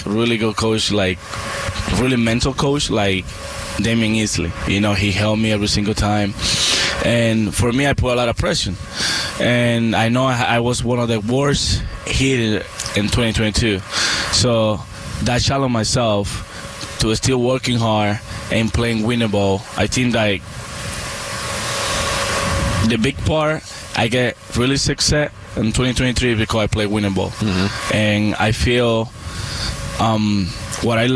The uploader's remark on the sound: We are live from Salt River Fields